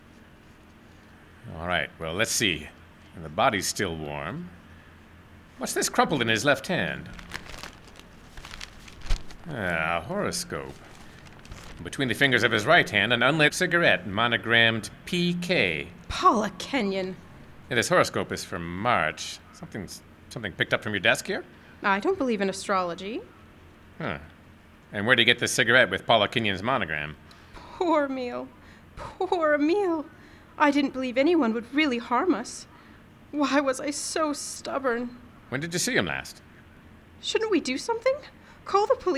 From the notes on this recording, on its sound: Recorded live and outdoors at the Pete Peterson Band Shell in Smokey Bear Park, Int’l Falls, Minnesota on August 3, 2022